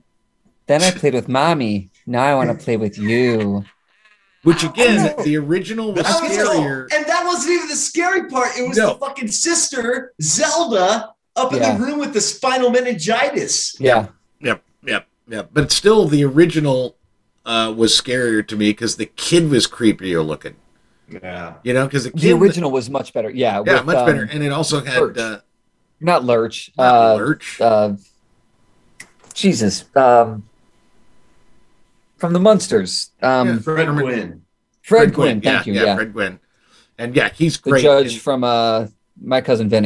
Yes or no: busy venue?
no